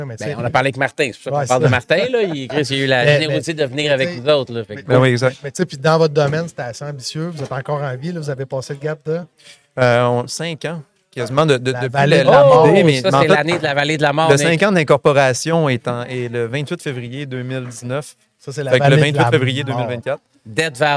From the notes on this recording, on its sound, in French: En direct du Transal Saguenay.